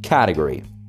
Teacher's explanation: la palabra category tiene la acentuación, la entonación en la primera sílaba